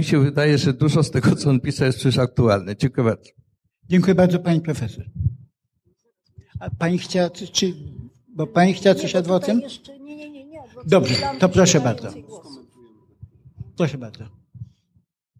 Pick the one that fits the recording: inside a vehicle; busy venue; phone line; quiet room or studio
busy venue